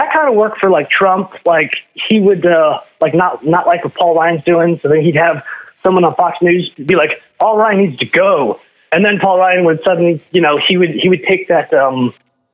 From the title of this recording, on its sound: PHONE CALLS